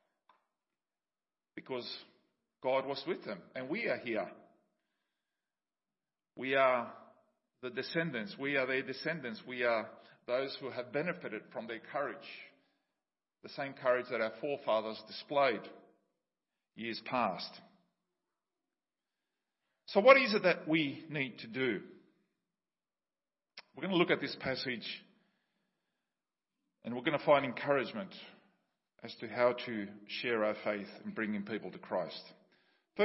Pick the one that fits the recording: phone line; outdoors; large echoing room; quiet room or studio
large echoing room